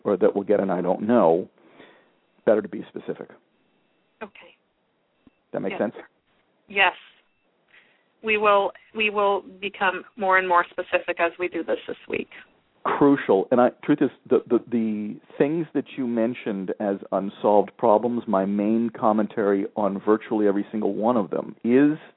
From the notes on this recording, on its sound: several parents called in with questions